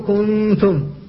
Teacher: كنتم، فأنت لم تنطق بالنون، لم تحققها في المخرج، فإذا قلت كنتم فقد نحنت، فتبقى منها الغنة فتقول كنتم، فالنون في الواقع ما خرجت من مخرجها وإنما خرجت الغنة فقط، فهذا الإخفاء. · Term: النون المخفاة